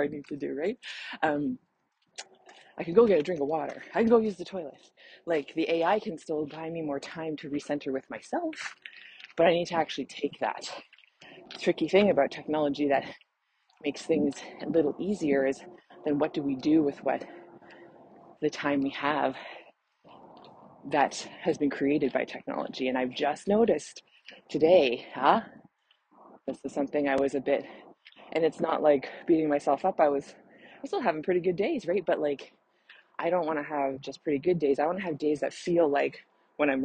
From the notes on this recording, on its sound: Please enjoy the heavy breathing and birds chirping as I was literally in the middle of a run when I decided I had to record this.